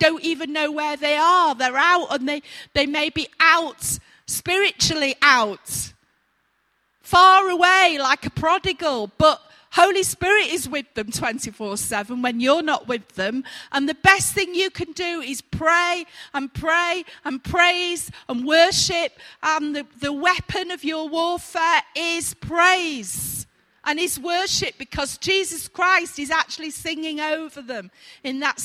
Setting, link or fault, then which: setting, large echoing room